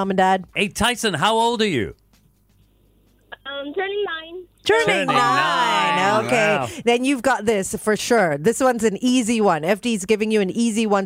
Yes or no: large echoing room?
no